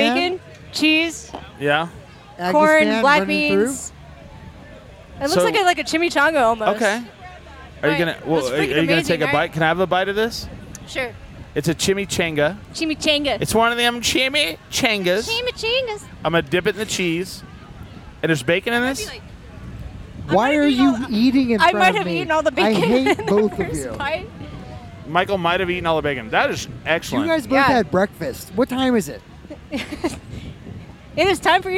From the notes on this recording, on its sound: Live from Southwest Bacon, Brews, and Blues. There is bacon, beer, and live music!